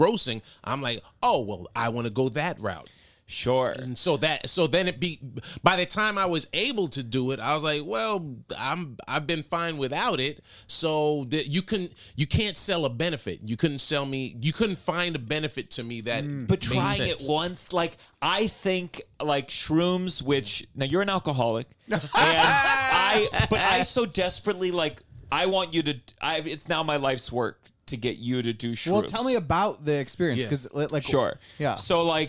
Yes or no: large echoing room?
no